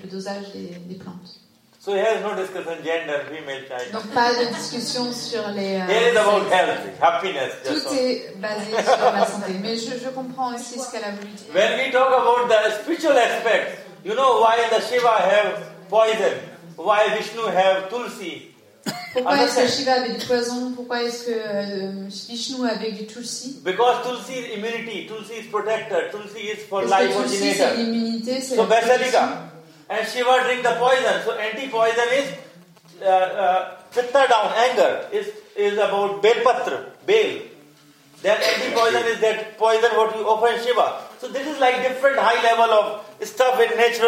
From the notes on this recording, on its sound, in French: Désolé pour la qualité de l’enregistrement, nous avons fait de notre mieux.